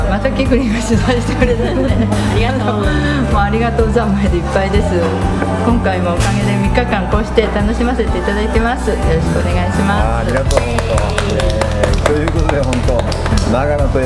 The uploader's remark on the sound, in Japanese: モスバーガー店内で対談収録